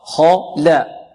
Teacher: الخاء مفخمة واللام مرققة